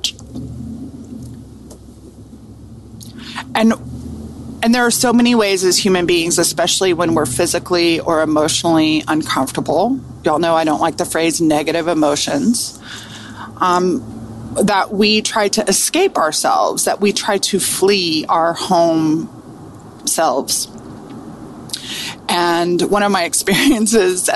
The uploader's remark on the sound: riding in the car